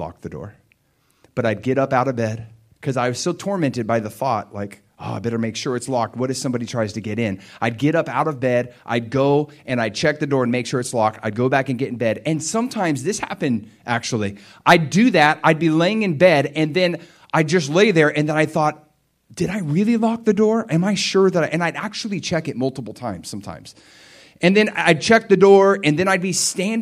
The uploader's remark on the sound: This is a practical message I preached at my church